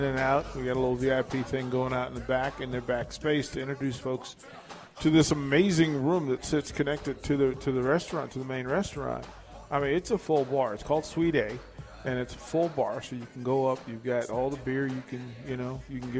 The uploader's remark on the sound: LIVE from Mary Ellen's